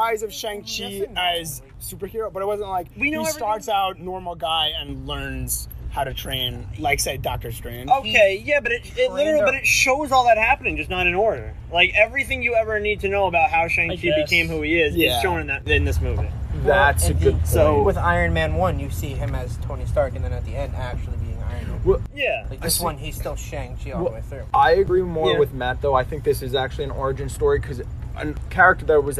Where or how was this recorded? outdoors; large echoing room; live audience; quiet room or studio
outdoors